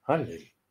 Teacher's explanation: «Галель», то есть когда первая буковка «Гей», она почти не читается. «Галель».